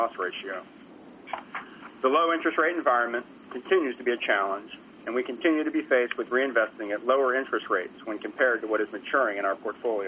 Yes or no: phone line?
yes